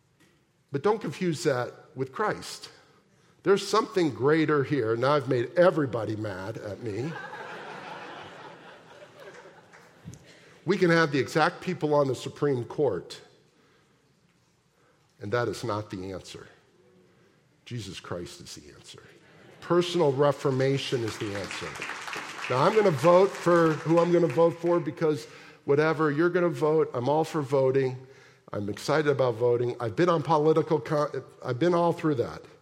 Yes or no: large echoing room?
yes